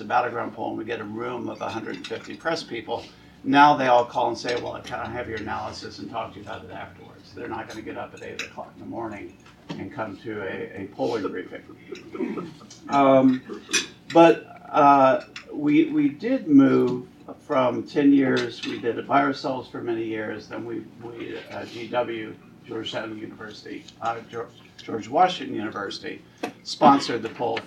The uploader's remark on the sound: WASHINGTON, DC. The Ripon Society hosted a luncheon discussion.